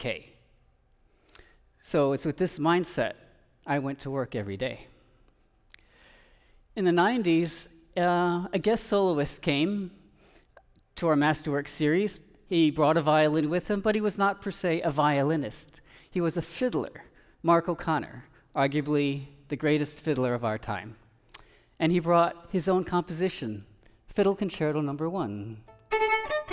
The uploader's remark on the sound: This episode, recorded live at Florida Theatre, showcases storytellers from diverse backgrounds, each sharing their transformative experiences.